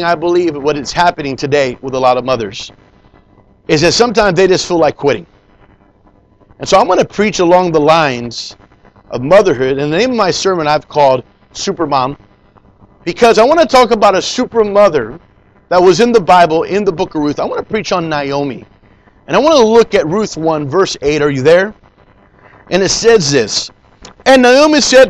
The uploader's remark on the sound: Preached in Leon Valley Church San Antonio,TX.